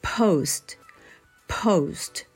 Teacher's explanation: おうおうという二重母音になりますので · IPA: /oʊ/